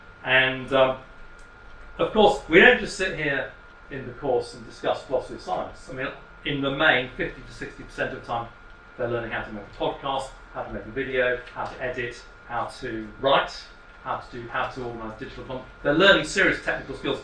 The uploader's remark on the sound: Speaks at the SRHE Postgraduate Issues Network Seminar - Transferable Skills: Realising Potential Through Translation To Other Contexts.